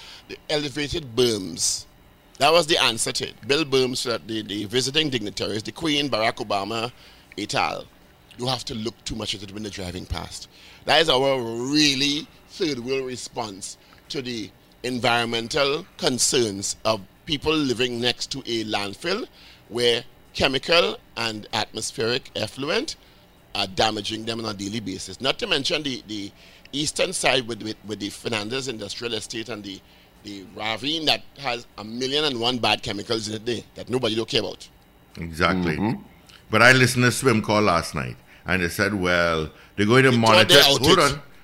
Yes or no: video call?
no